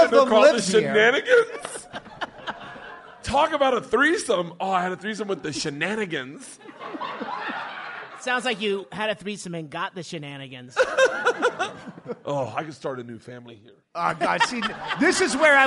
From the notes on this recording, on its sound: Live from Bisbee, AZ. On stage at The Royale Theater.